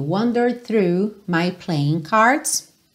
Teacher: como termina em D e a próxima palavra já é o through, você também já emenda tudo. Wandered through my playing cards.